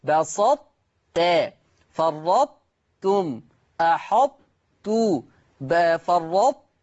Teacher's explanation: نظرا لأن الطاء أقوى من التاء، فأضغمت الطاء في التاء مع بقاء جميع صفات حرف الطاء إلا صفة القلقلة، لأنها لو أظهرت صفة القلقلة لصارت حرفا مظهرا وليست حرفا مضغما. · Term: إضغاما ناقصا